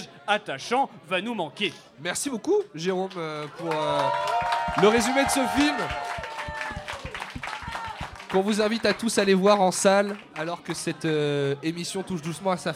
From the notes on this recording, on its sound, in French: Ceci est le podcast de notre émission en direct du Lou Pascalou.